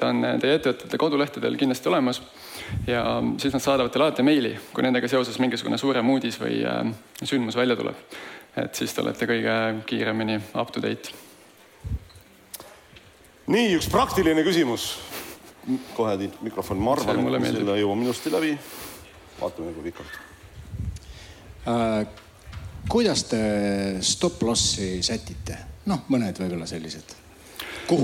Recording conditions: live audience